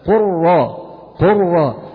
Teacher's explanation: أبدلنا اللام إلى راء ثم أدخلنا الراء الأولى في الراء الثانية فصارت راء مشددة، قر را قر را، ولا أثر للنطق باللام نهائيا. · Term: الإدغام